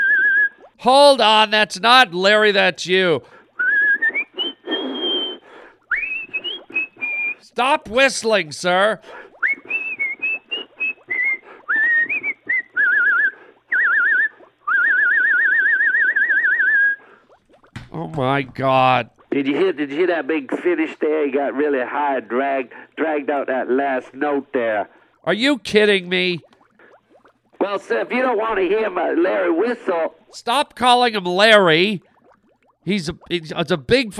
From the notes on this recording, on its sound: phone calls from listeners